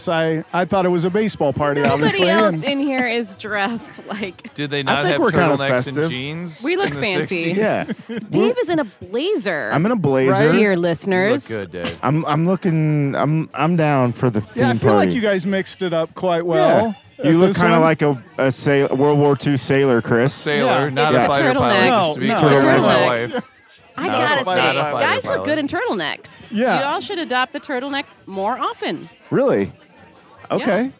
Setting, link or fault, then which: setting, busy venue